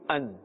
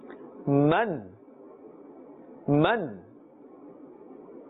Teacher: The makhraj of the ayn is from the center of the throat, from the middle of the throat · Shown in: second take · and therefore a little bit of effort and emphasis must be placed so that we don't confuse the ayn with the hamza.